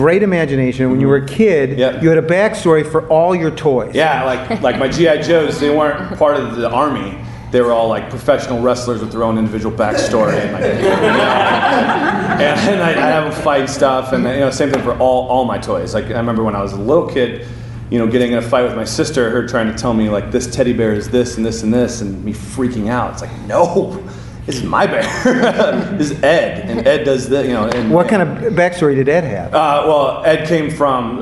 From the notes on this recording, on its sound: The Second City's Improv Allstars is a short form improv show a running in the UP Theater at The Second City Chicago. You can hear his transformation take place on stage.